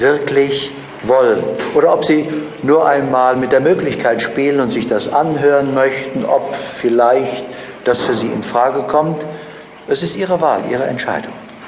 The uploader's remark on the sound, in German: "Startklar zum Millionär" ist ein Live-Mitschnitt eines Workshops.